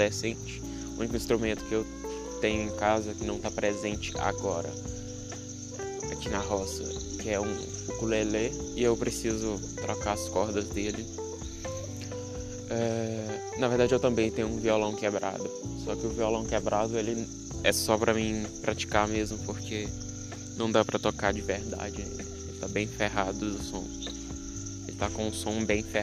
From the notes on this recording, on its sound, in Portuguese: In roça. Muito barulho, desculpa.